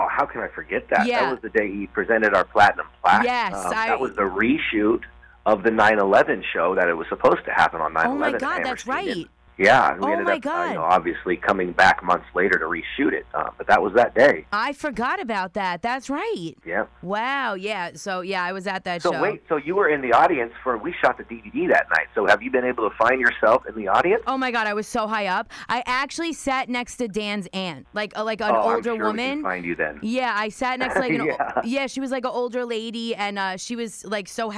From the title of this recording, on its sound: on the Phone!